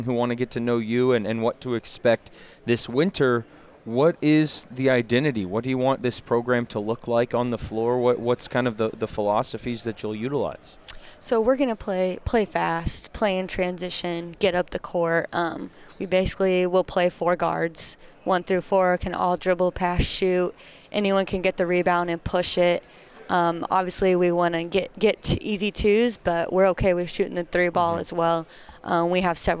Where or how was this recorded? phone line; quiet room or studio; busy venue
busy venue